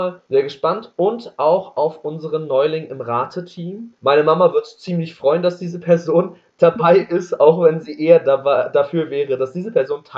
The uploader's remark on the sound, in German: Bitte entschuldigt den Ton während der Folge.